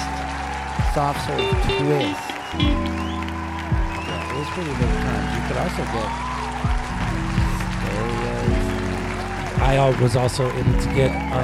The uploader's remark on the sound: Filmed in front of a live Studio Audience.